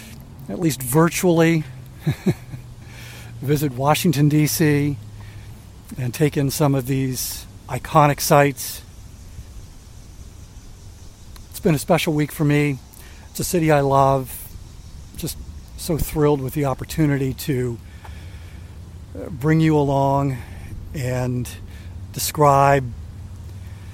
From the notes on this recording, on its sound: On the final day of his week-long walking tour of Washington DC. Takes a ten-minute walk along The Tidal Basin.